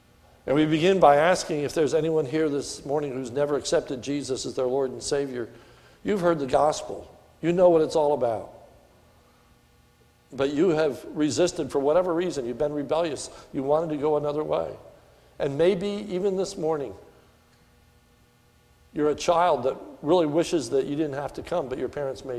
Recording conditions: large echoing room